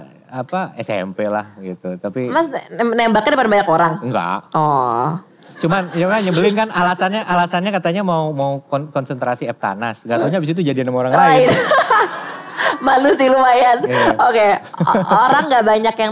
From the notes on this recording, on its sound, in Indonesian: Live On Stage di Malang. Live On Stage Kota Malang.